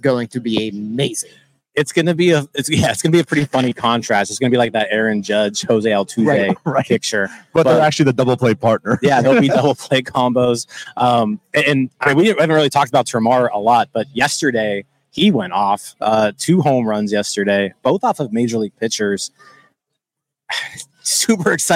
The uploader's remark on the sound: LIVE At LECOM Park. We are live inside LECOM Park for today’s Spring Training game.